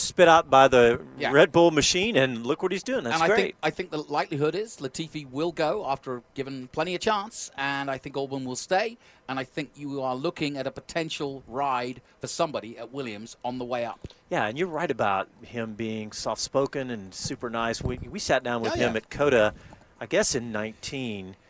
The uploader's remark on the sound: Speed City is live from the Miami Grand Prix! Post race thoughts and analysis from the booth in Miami. Sound from the paddock.